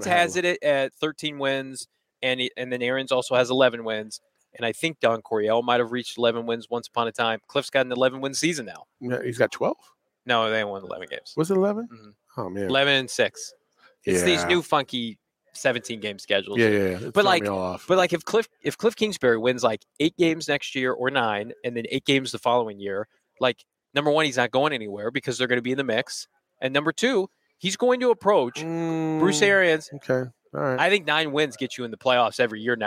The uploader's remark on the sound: live from the combine in Indianapolis